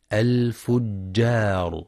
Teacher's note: وينتبه لترقيق الجيم والألف في كلمة الفجار، فلا يقرأ الفجار.